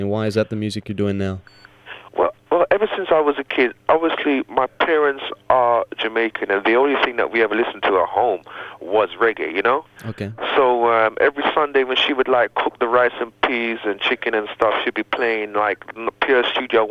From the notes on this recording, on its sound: recorded via telephone